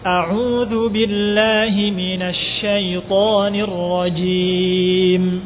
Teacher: Perhatikan ketika membaca syaiton, syai, makhrajnya ya itu tengah-tengah lidah dengan langit-langit